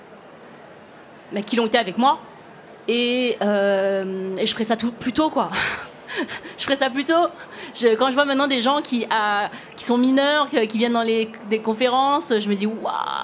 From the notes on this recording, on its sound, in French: C’est la retransmission d’un enregistrement réalisé en public lors du Printemps du Podcast, organisé par le Ground Control à Paris.